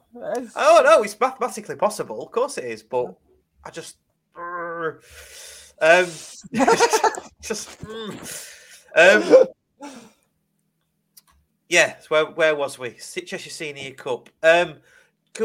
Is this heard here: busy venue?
no